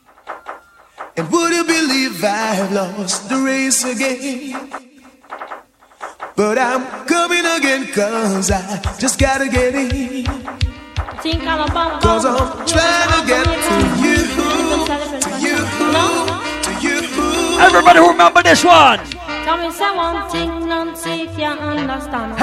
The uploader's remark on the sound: LIVE AT THE ISLAND SATURDAYS NYE BASH. LIVE AUDIO.